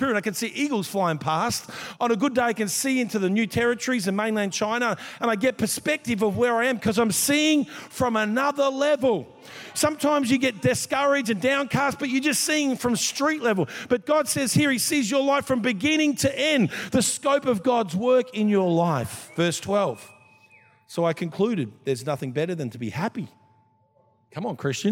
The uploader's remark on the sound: This was recorded in our 5pm service